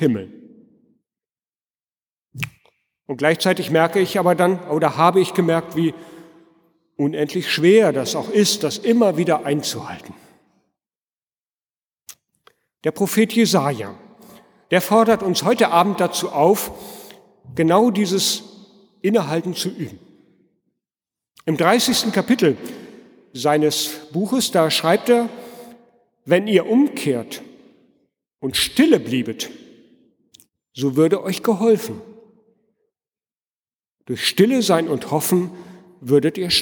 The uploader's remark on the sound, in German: Predigt am Altjahrsabend in der Martin-Luther-Kirche, Detmold